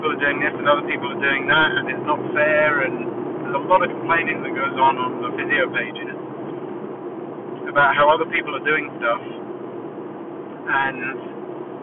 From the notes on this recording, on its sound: Apologies for the audio again